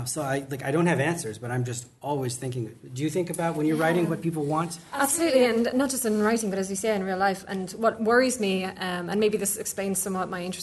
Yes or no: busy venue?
yes